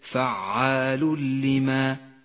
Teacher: وأخيرا حكم الإدغام بلا غنة في قوله تعالى فعال لما يريد، فعال لما، التنوين وبعده حرف اللام، يسقط التنوين من اللفظ ولذلك هو رمادي اللون وتشدد اللام التي بعده.